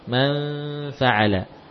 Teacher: suara yang muncul ketika nun bertemu fa bukan mang, bukan mang, tapi man, bibirnya mendekat ke gigi